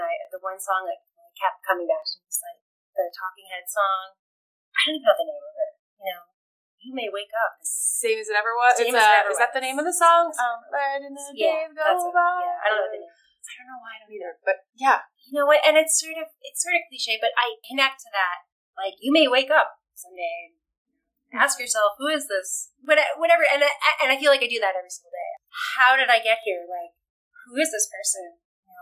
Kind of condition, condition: fault, poor sound quality